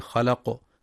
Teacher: وترقيق اللام في خلق مع قلقلة القاف عند الوقف